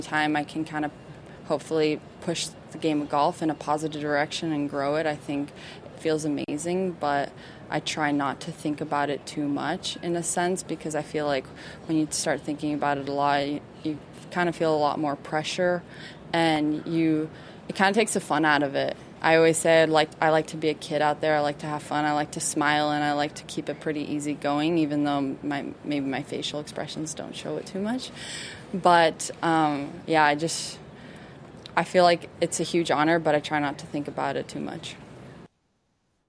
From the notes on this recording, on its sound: Broadcasts live from Sea Island and the RSM Classic with special guests throughout.